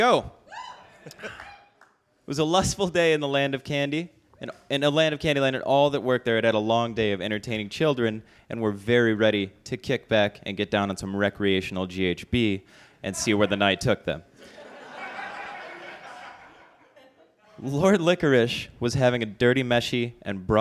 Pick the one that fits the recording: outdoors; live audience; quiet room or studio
live audience